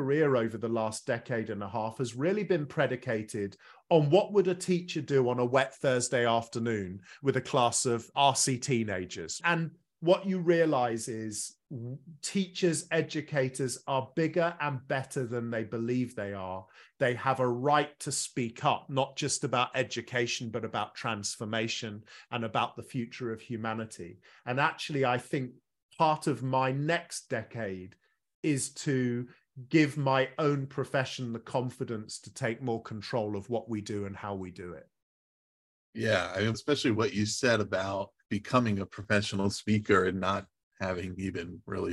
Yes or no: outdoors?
no